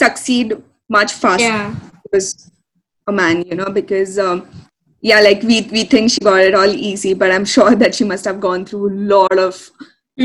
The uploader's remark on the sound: due to our poor-quality audio